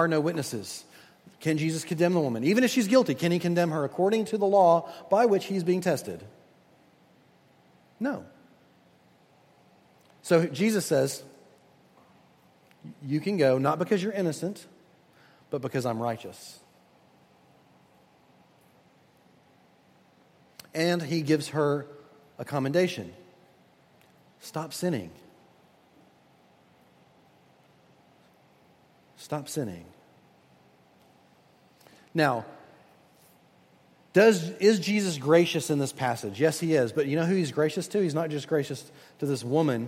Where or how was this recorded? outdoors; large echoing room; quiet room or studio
large echoing room